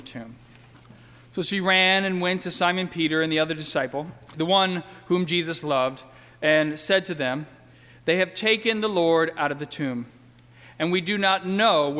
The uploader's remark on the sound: during the 11:00 AM Good Friday service on Sunday April 1, 2018 at First Presbyterian Church of Arlington Heights, Illinois.